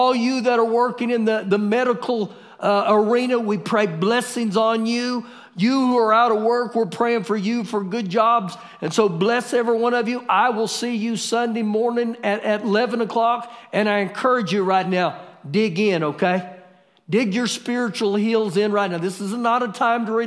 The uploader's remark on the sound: Recorded live during our Wednesday night service